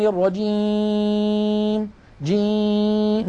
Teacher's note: نلاحظ بأن الصوت قسم كبير منه قد خرج عن طريق الأنف، هذا لحن وخطأ. لا يستعمل الخيشوم ولا تخرج منه غنة إلا مع الميم والنون ولا ثالث.